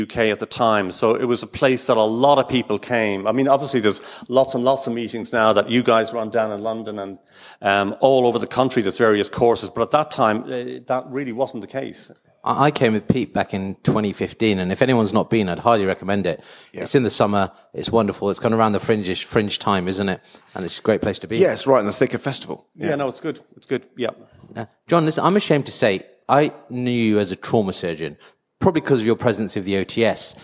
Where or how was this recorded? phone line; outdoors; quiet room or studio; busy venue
busy venue